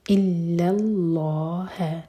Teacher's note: عین پر تعبدو دو مد منفذن اللہ اللہ اللہ پہلا لام لائٹ اور لام جلالہ ہیوی